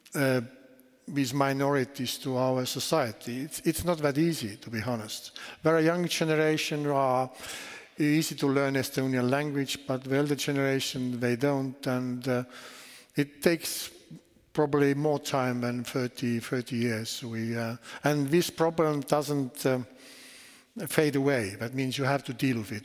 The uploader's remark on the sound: The evening was held at the Lund University Aula and ended with a Q&A with the audience.